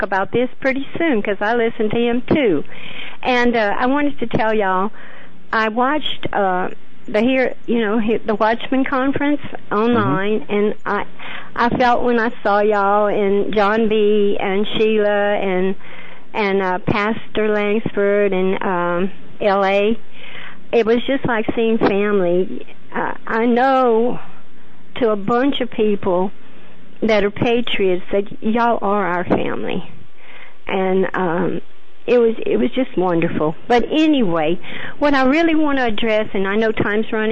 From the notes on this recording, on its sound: Open Phone Lines